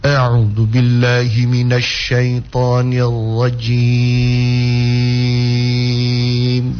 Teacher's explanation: Memang dia cuma dua harokat, tapi karena dia sudah ru'sul ayah, maka hukumnya berubah menjadi mad'arid lissukun. Dan mad'arid lissukun itu dapat dipanjangkan bisa jadi enam harokat. Tapi kalau kita sudah, polanya lagi, kalau kita sudah tepat, sudah praktekkan enam harokat pertama dari ta'awudz, itu sampai terakhir harus enam harokat.